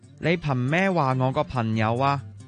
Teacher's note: 阿星就将 N 同埋 NG 嘅韵尾调转咗啦 · 就系将两个声母 N 同埋 L 混读咗 · Term: 韵母混读, 声母混读